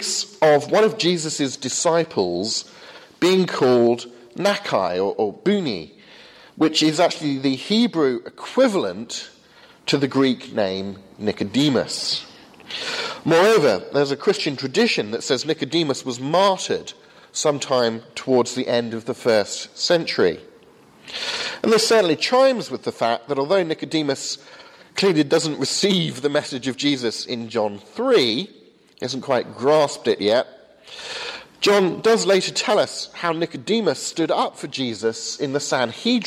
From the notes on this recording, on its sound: Sermon from the 8am service at Highfield Church Southampton.